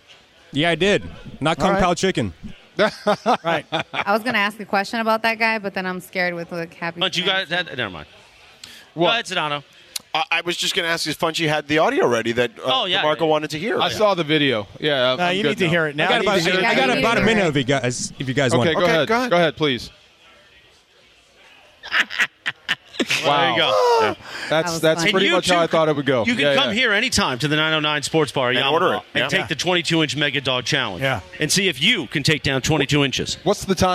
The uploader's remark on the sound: Live from Yaamava' Resort and Casino.